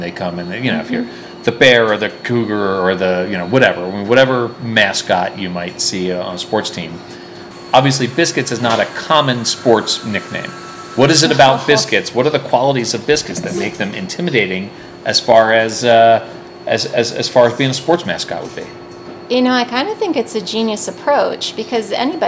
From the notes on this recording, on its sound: live from her commercial kitchen